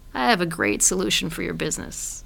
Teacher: We tend to go to vocal fry to not seem like we're too enthusiastic.